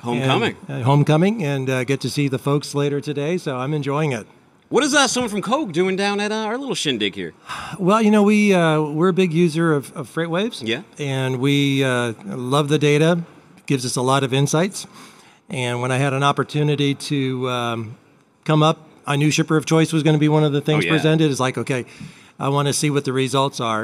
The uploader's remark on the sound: Is coming to you live from day at FreightWaves Future of Supply Chain in Cleveland, OH.